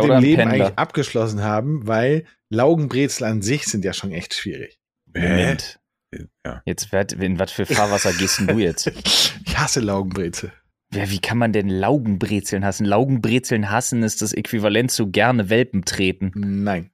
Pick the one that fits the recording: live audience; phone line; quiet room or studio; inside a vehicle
quiet room or studio